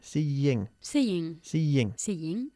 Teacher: Que hay una, como casi una Y ahí en medio.